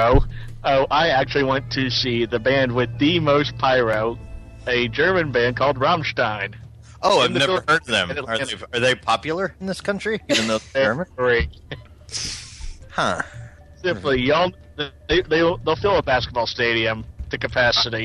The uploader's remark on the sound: Prank Phone Calls